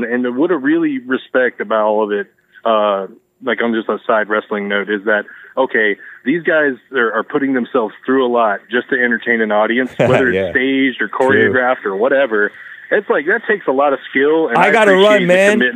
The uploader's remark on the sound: Call-in show!